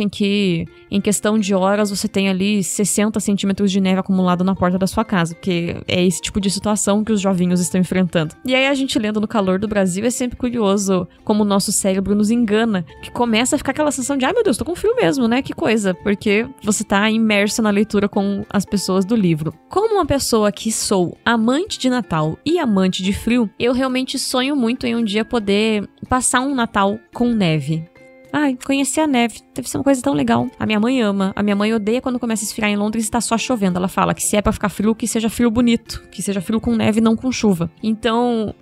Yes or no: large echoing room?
no